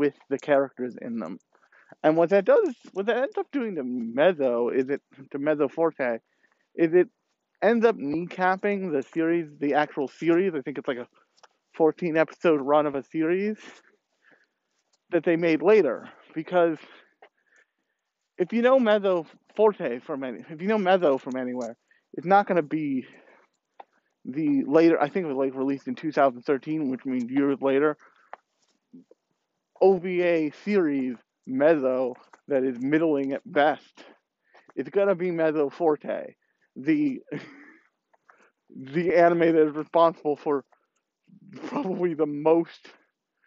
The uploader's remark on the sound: Let’s go for a walk and talk